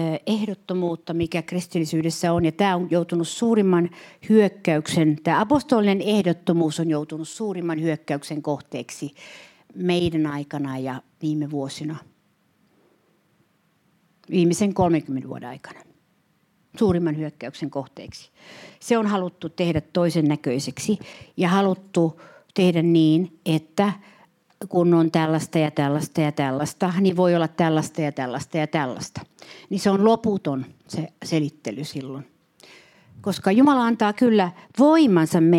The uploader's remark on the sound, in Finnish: Saarna on nauhoitettu Jyväskylän Cityseurakunnassa